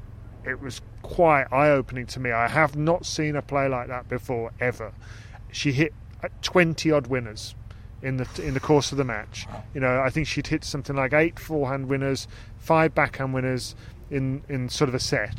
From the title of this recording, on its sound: Live from Wimbledon